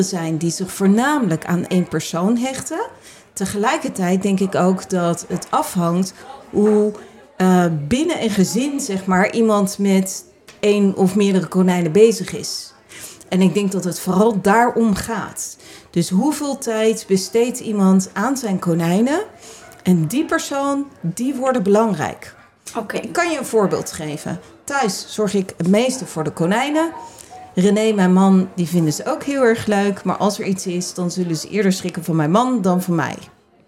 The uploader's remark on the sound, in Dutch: Laatste dag live op Animal Event